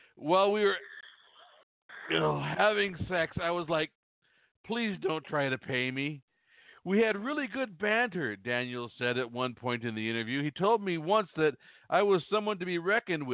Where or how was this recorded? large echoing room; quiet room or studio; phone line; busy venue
phone line